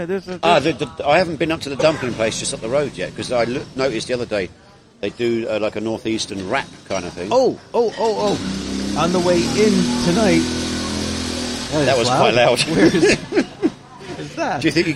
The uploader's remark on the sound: The Technical Difficulties Show. Recorded from the New York Cafe, of the Doumen District in Zhuhai.